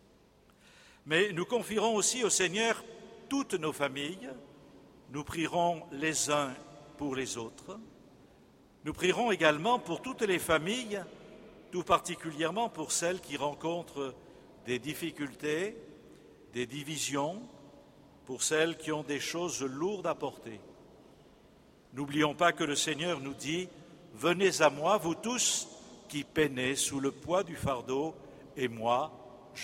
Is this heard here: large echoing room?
yes